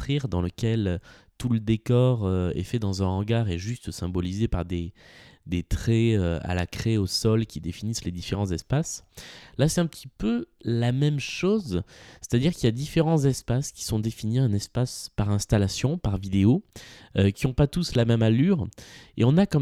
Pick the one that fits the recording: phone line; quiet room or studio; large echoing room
quiet room or studio